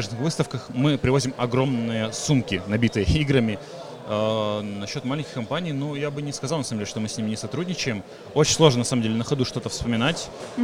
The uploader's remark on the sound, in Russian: Игрокон 2019. Фестиваль раскинулся в новом месте — павильоне в парке Сокольники. Записали выпуск подкаста с места событий.